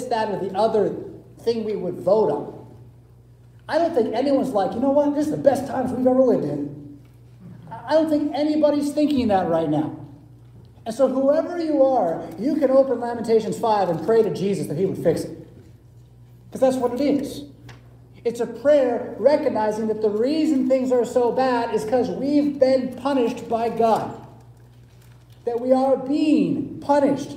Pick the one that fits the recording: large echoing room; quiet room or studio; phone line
large echoing room